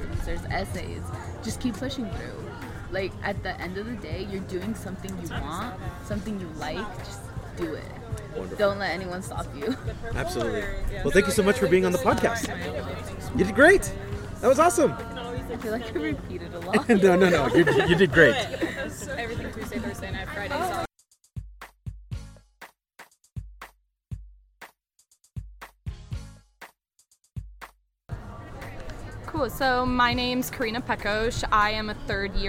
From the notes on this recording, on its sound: The sounds of First Generation Day at Colorado State University.